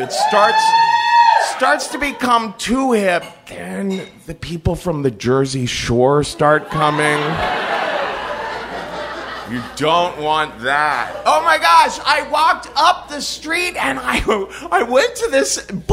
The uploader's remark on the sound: Live From Chapel Hill. At the North Carolina Comedy Arts Festival 2015.